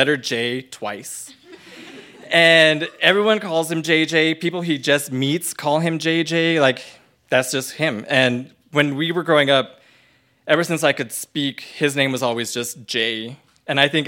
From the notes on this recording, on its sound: told this story live on 17 January 2018 at Buntport Theater in Denver, Colorado